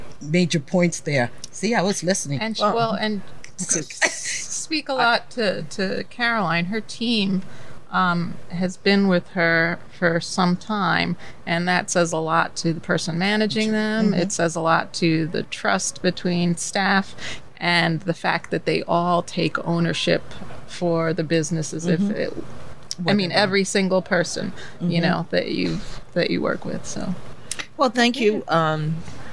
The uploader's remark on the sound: A Talk of Success is LIVE at The Stone Pony in Asbury Park